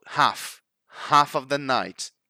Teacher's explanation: We don't actually pronounce that L.